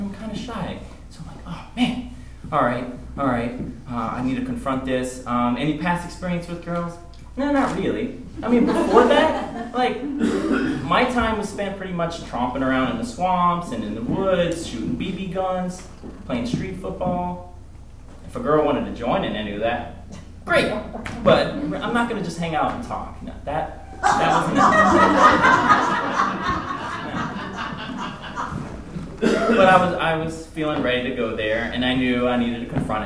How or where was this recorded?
live audience